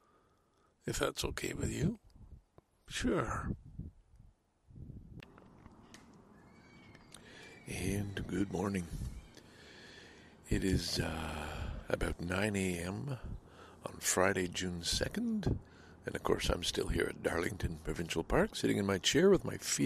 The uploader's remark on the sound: enjoys time to read and reflect at nearby Darlington Provincial Park in this longer than usual clearly unedited episode